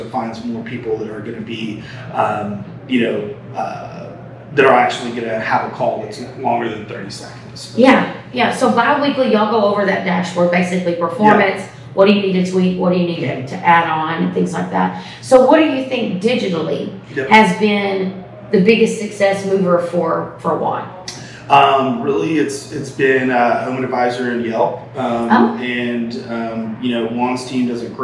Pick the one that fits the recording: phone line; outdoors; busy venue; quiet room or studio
busy venue